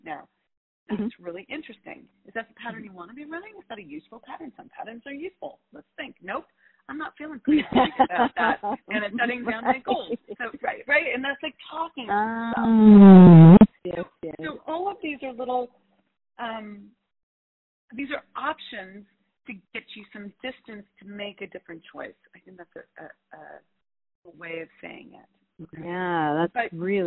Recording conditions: poor sound quality